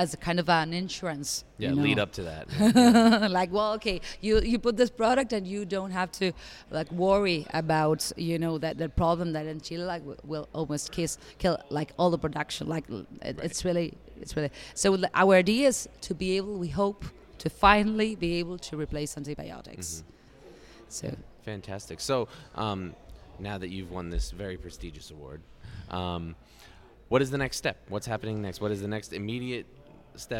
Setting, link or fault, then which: setting, busy venue